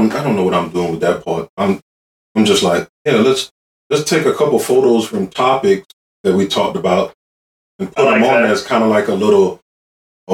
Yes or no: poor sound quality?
yes